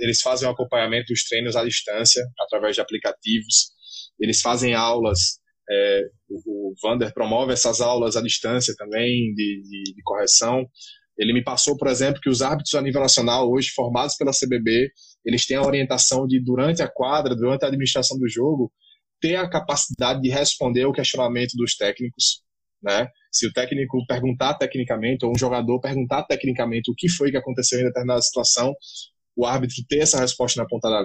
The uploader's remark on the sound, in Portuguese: gravado durante um bate-papo de super aprendizado por uma live do INSTAGRAM